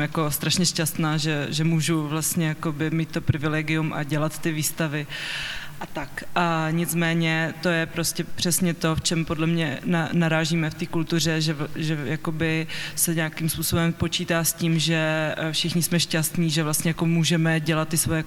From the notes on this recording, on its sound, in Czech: Tento díl podcastu Kolaps se nahrával živě na festivalu audiovizuálního umění a alternativní elektronické hudby Lunchmeat v korzu Národní Galerie v Praze. Pro podcast byla Národní galerie ideální kulisou.